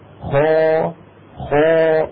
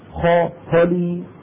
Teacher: مجيء هذه الألف بعد الخاء المفتوحة جعل الفم يمتد · Shown in: first take · ويمتق فيمتلئ الفم بصدى الخاء أكثر من لو قلنا مثلا خليلا خليلا خا خلي، نطق الفم الخاء المفتوحة ويريد مباشرة أن ينتقل إلى نطق اللام خلي، فلا يمتلئ الفم امتلاء كاملا كما لو كان يقول خالدين فيها خا.